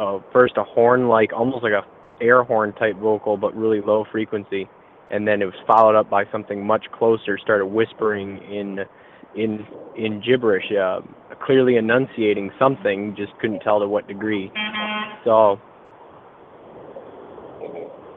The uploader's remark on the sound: Monster X Radio: Live from HopsSquatch